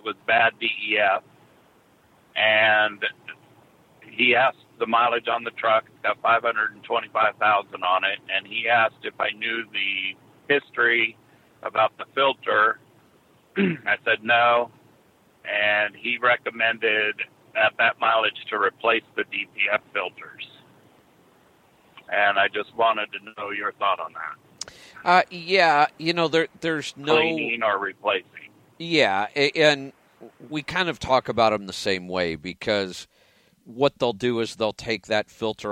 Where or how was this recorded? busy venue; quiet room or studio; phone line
phone line